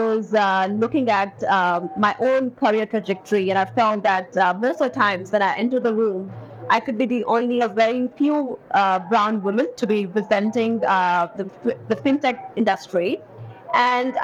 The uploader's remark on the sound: Exclusive live coverage of the Singapore Fintech Festival. The episode unfolds with insightful interviews at the Singapore Expo.